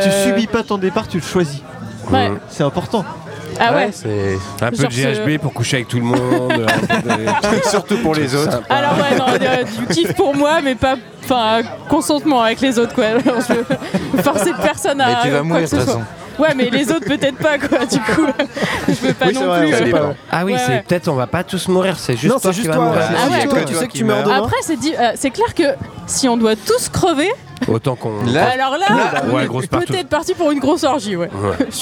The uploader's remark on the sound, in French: Cet épisode enregistré au Pisse Mémé à La Roche Bernard en Bretagne. Dans ce très chouette café atelier associatif.